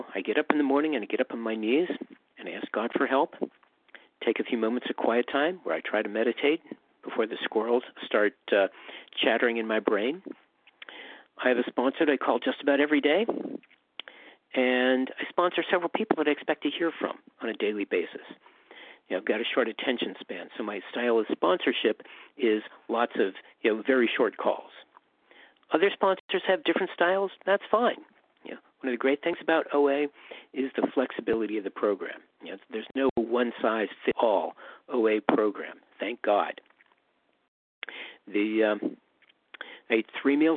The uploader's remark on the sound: 100 Pounders Phone Meeting